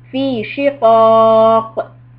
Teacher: When you stop on the qaf, do the qalqala.